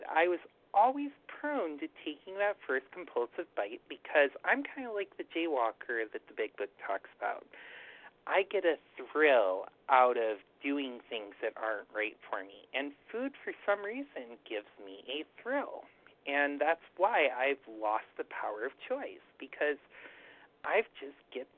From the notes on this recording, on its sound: 100 Pounders Phone Meeting, 7/21/23